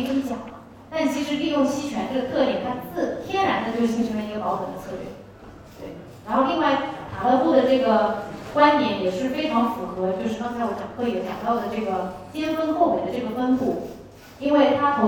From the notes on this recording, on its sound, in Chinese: 本期音频来自2019DNOC期权夏季嘉年华，圆桌论坛部分内容分享